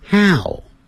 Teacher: how 的时候嘴巴没有全张，先念哈哈哈的哈，how，再收起来 how